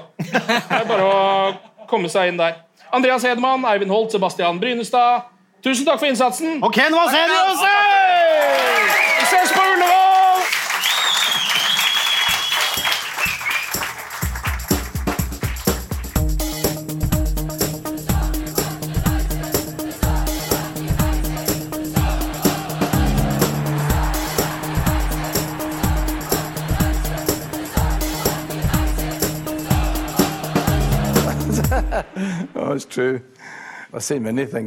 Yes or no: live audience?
yes